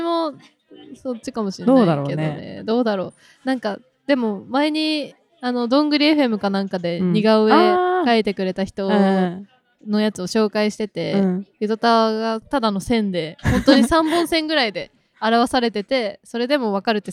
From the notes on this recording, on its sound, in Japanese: 外で収録したため雑音sorry